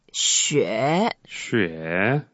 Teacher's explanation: 雪 is the third tone, so we say 雪. 雪. 雪, we go down first and then up